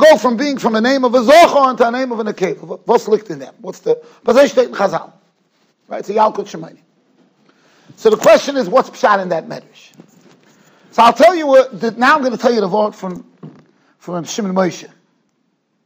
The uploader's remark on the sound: Shiur recorded in Yeshivas Ohr Reuven, Monsey, NY.